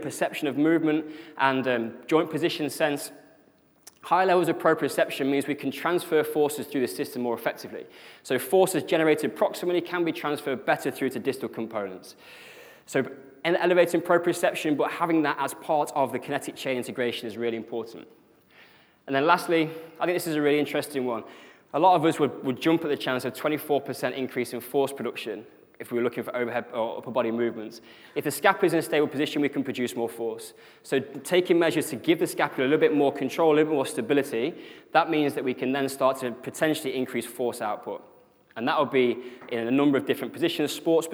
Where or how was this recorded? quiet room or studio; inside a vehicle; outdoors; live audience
live audience